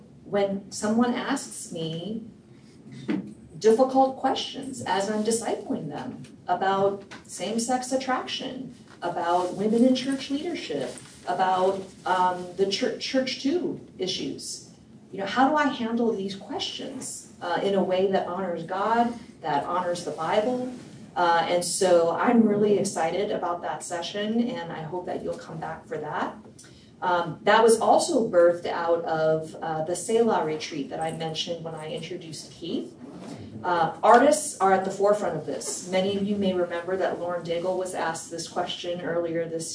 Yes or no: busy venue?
yes